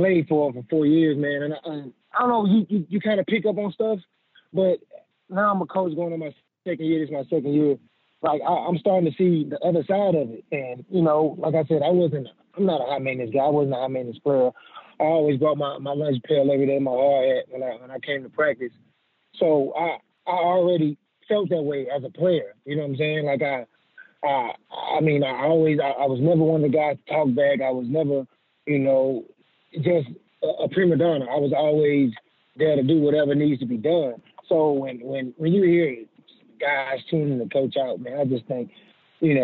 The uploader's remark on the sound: on the Modern Woodmen phone line